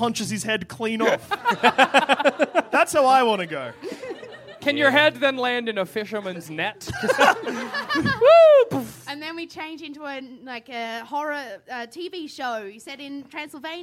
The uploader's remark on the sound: Live from MICF. Live from the Melbourne International Comedy Fest.